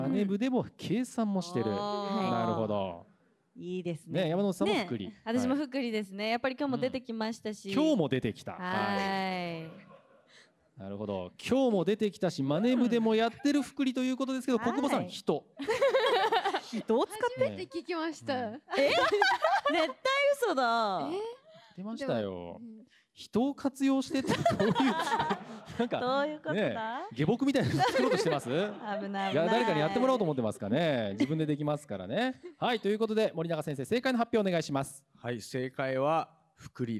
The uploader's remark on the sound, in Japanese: 番組初の公開収録の模様です！